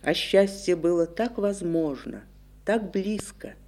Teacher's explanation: После слова «возможно» стоит запятая, а заключает фразу восклицательный знак. А мы слышим восклицание дважды и на слове «возможно», и на слове «близко».